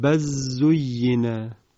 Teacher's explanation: در اینجا مثالی که مورد نظر ما بود عبارت بل سولت، یعنی کلمه با سین آغاز شده، قبلش هم بل قرار گرفته، لام بل در سین ادغام می شود، بس سولت. هرچند تلاوت استاد منشاوی به قرائت حمزه صورت گرفته بود، اما چون این ادغام مشترک هست هم در قرائت حمزه و هم در قرائت کسایی وجود داره، لذا ایشون هم در اینجا ادغام رو انجام دادند.